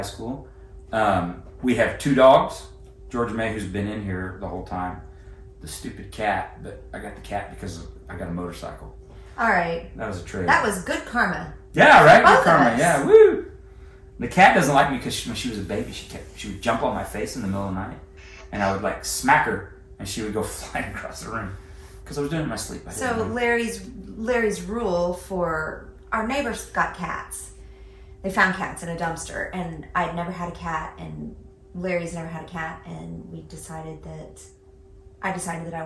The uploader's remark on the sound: We're sharing a mic so it's kinda rough.